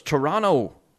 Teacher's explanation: You don't pronounce the last T.